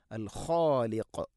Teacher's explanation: ഖ തൊണ്ടയുടെ മുകൾ ഭാഗം, ഖാഫ് അതിൻ്റെ മേലെ ചെറുനാക്കിൻ്റെ അടുത്ത്